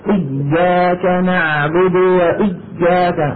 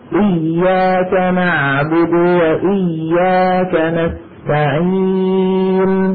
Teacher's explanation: الياء من كلمة إياك مشددة غير شديدة · Shown in: second take · لا، مشددة يعني مضاعفة، يعني تتألف من ياءين.